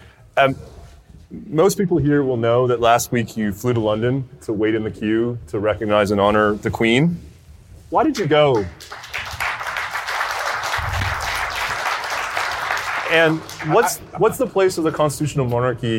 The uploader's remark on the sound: at the Canada Strong & Free Network conference in Red Deer